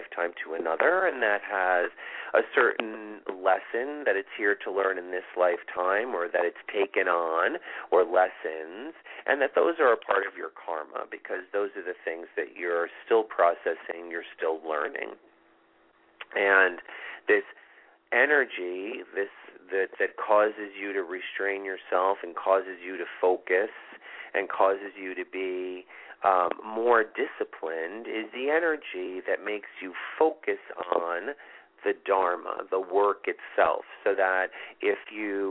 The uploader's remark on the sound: This is a live show with call in and live readings.